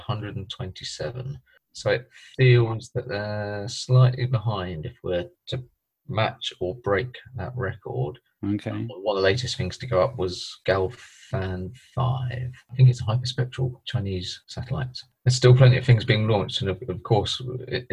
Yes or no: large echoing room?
no